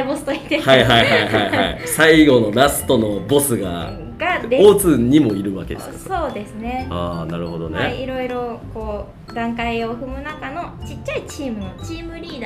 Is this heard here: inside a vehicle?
no